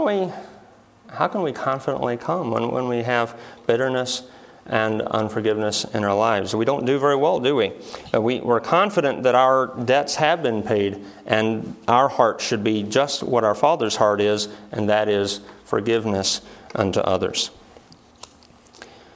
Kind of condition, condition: setting, large echoing room